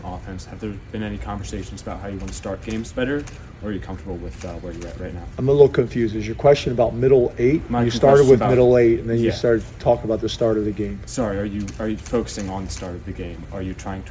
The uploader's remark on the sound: addresses the media in a press conference after practice